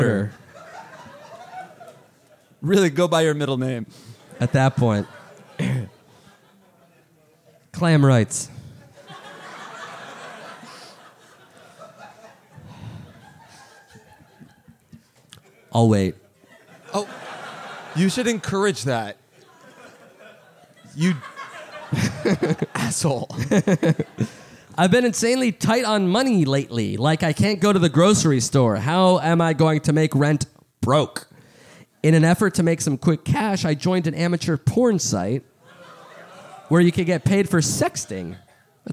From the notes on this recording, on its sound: Live in Austin, TX! Live from SxSW.